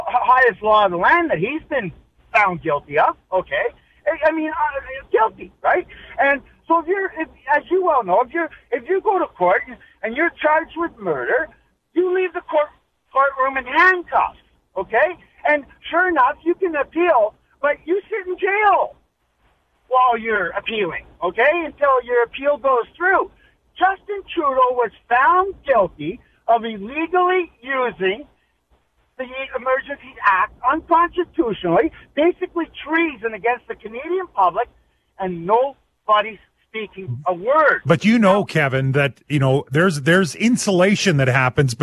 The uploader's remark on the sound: Every Friday we open the phone lines